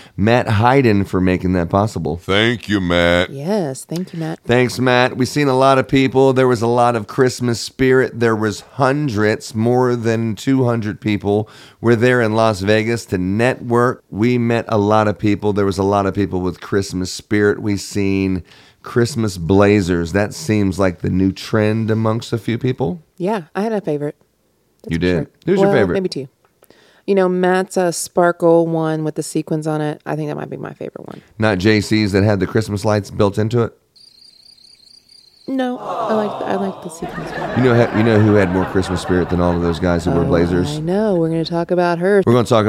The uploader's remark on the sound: Were invited to Las Vegas to attend CLIPA Con 23 as our radio station. It was our first time having a booth and recording the show LIVE.